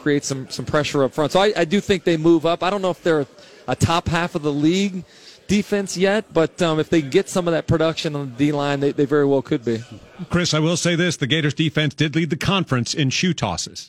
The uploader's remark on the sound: live from SEC Media Days